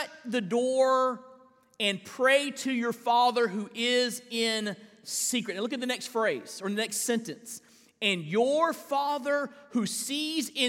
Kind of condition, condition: setting, large echoing room